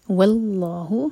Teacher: واو light اور لام جلالہ ہیوی